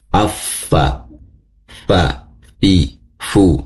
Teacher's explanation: bibir bagian bawah yang menyentuh gigi seri. Ujung gigi seri atas. · Term: makhraj fa